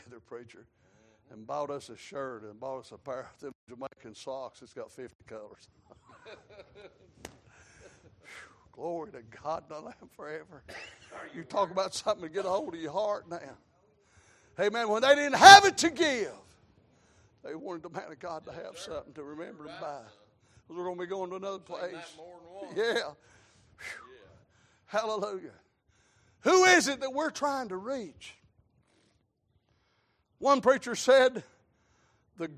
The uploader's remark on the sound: Sunday Evening Service.